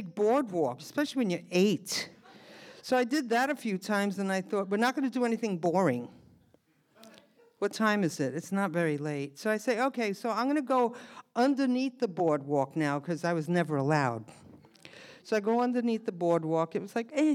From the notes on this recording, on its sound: recorded live at the Provincetown Theater on October 9, 2019.